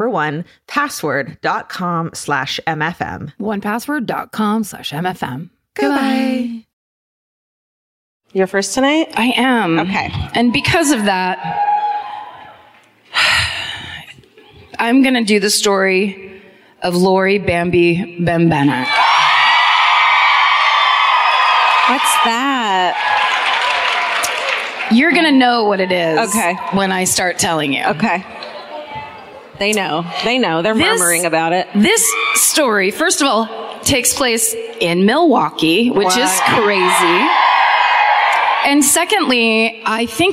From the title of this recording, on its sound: Live at the Riverside Theater in Milwaukee